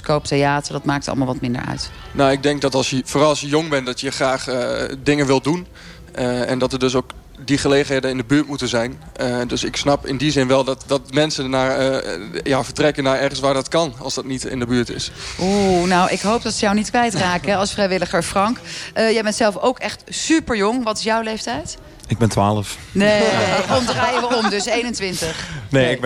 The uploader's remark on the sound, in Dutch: Vanuit het Afrikafestival in Hertme (7 juli 2019)